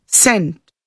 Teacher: if the word present is used as a noun, the stress is on the first syllable, present. Now let us listen to the given words with the correct syllable stress according to the part of speech given in the brackets.